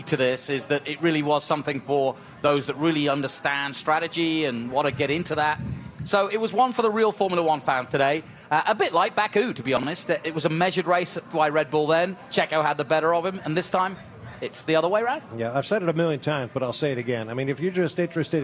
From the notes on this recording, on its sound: recorded live from Miami